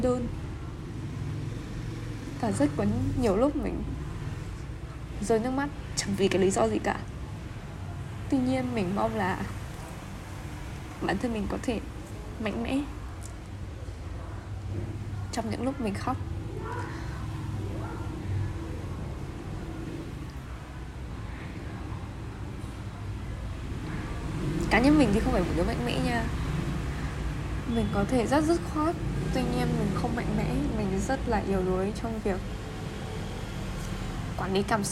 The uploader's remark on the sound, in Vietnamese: Ghi âm xong rồi mình mới phát hiện chỗ mình ở ồn thật đấy.